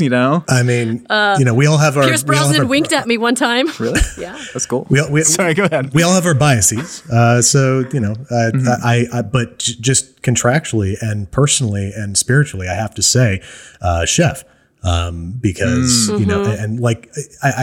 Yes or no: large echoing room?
no